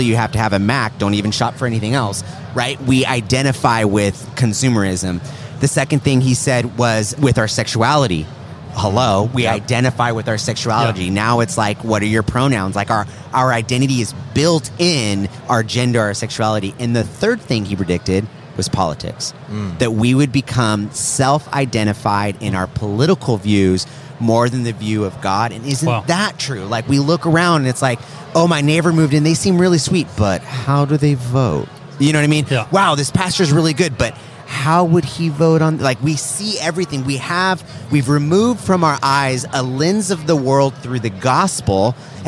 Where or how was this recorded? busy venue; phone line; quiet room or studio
busy venue